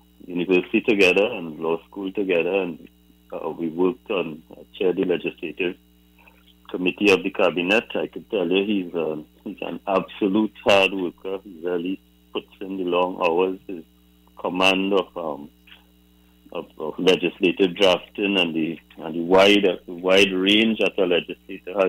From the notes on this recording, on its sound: It's the last hour of the show and we take more calls from the audience.